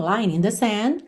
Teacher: Sand, percebe que você não ouve a letra D.